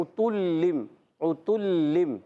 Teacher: لام مشدد ہے، ذرا رک کر ادا کریں گے، اور لام کے نیچے دو زے کی تنوین بھی ہے، اور ایک چھوٹا سا میم بھی نظر آ رہا ہے، یہ میم اس وجہ سے ہے کہ یہ با آ رہا ہے آگے، جب کبھی نون ساکن تنوین کے بعد حرف با آ جائے تو وہاں ہو جاتا ہے اقلاب.